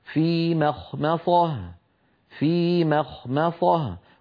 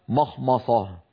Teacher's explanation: ميم مرققة خاء مفخمة ميم مرققة صاد مفخمة · Shown in: first take